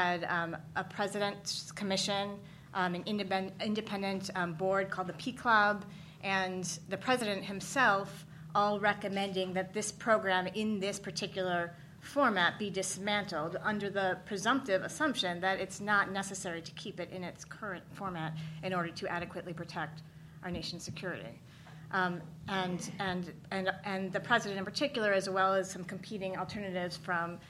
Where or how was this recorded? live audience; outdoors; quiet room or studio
live audience